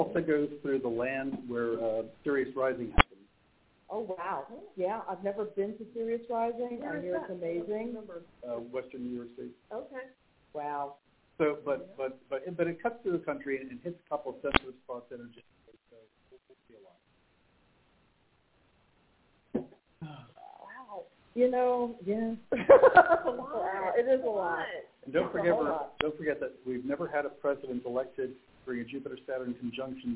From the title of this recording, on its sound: LIVE ON LOCATION - MYSTIC SOUTH CONFERENCE 2022